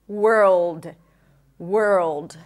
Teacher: Here, you also have a dark L. An L that is produced in the back of the throat. There is a lot of tension here at the root of the tongue. Whirl, oh, and then a D, D, world.